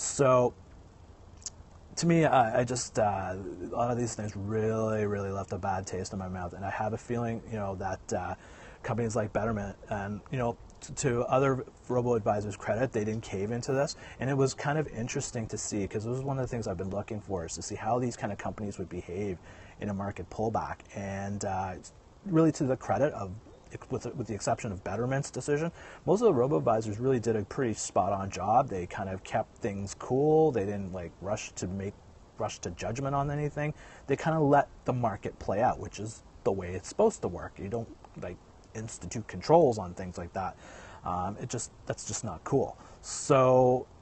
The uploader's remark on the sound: he's outside!